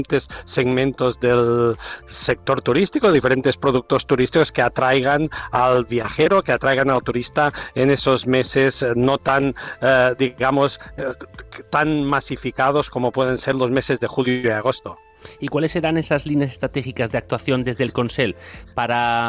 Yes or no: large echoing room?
no